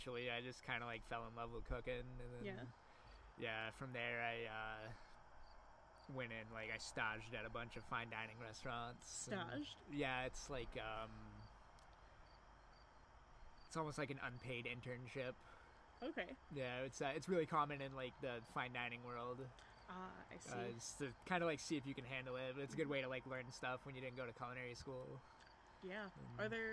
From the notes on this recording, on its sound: This episode features audio from a cannabis job fair that I attended